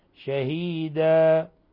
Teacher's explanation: شهيدا تنوين فتح حالة الوقف عليه يقلب ألفا ويسمى مد عوض